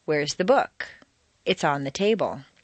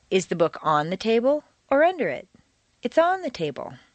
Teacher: The first is stressed on the most common everyday word, book. · Shown in: first take · Term: Normal intonation